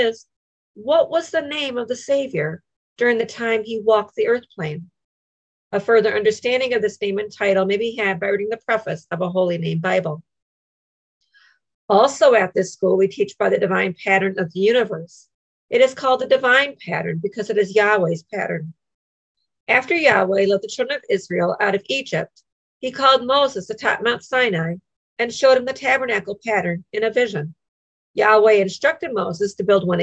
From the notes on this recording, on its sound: Madison Zoom Class.